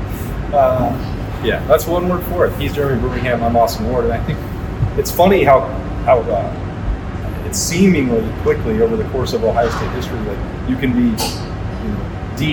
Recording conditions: poor sound quality